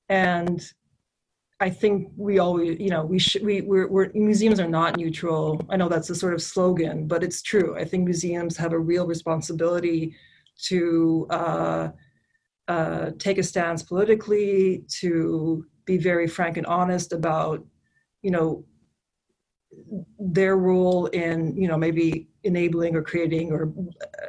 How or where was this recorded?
video call